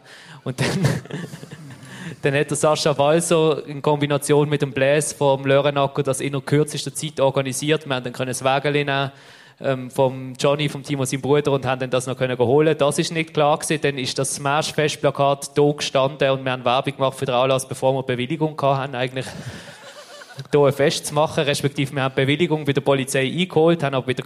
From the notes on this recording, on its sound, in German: Live vom Schlossplatz. Die Live-Aufnahme. Sm'Aesch-Fescht auf dem Schlossplatz.